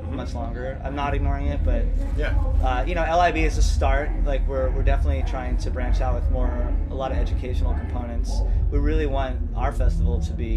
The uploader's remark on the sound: This week we bring you the first of three episodes recorded live on the field at Coachella. We talked the Coachella people into giving us press passes so we could sit down with a few creative folks in the midst of one of the world’s largest cultural phenomena.